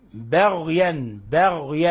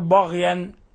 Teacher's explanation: لاحظوا ترقيق الباء وتفخيم الغين · Shown in: first take · لا نقول بغيا نفخم الباء ولا نقول بغيا بغيا، الغين تفخم.